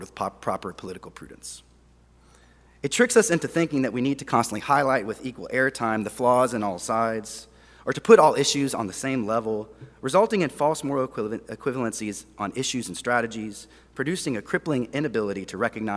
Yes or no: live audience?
yes